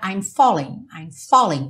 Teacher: E o G não é pronunciado.